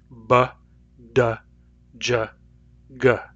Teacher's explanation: But English can also pronounce these voiced. So if we say these sounds with vibrating vocal cords, they sound like b, d, j, g